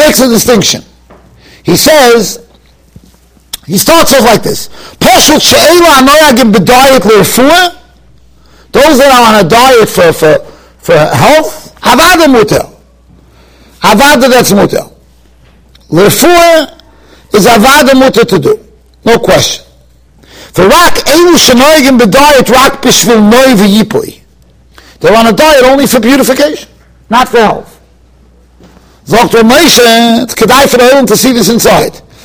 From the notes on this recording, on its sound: Shiur recorded in Yeshivas Ohr Reuven, Monsey, NY.